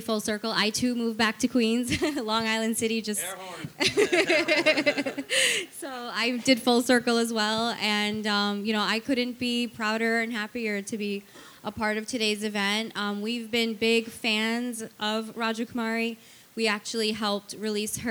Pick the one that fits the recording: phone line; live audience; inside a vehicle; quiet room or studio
live audience